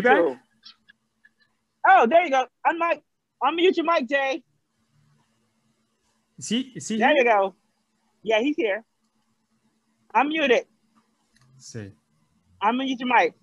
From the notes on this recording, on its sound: decided to take the show to the streets of New York City and were live in Times Square